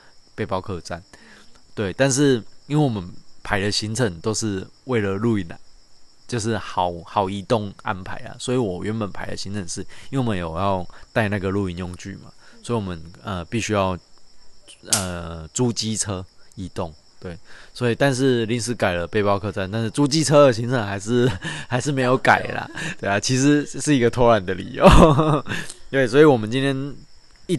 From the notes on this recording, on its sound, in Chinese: 鐵路環島從台東到鹿野。由於會是在旅程途中錄製。錄音品質上麻煩大家多多包涵。